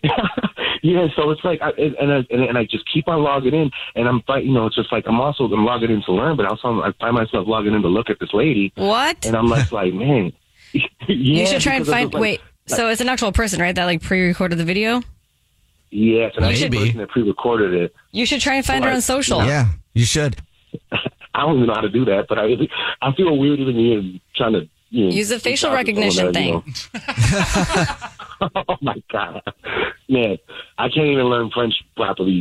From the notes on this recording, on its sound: The woman on the phone